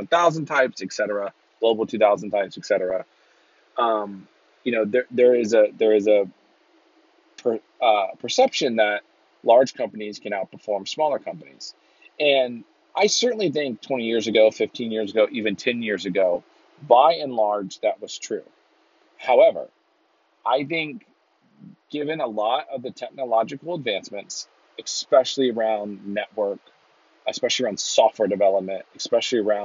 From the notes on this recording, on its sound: recorded in my car driving home